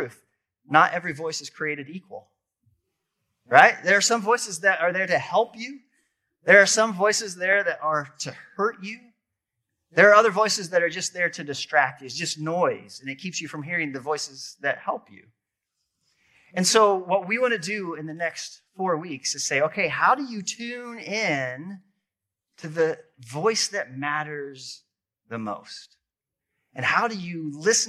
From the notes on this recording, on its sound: This episode is audio from a sermon